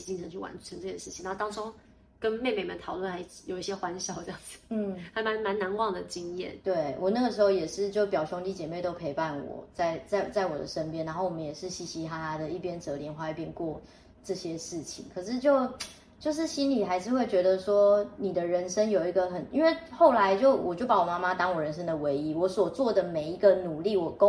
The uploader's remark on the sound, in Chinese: 本集不是在錄音室錄製，有點空間感